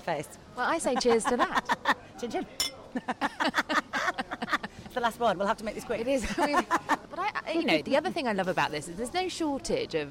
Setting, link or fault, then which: setting, outdoors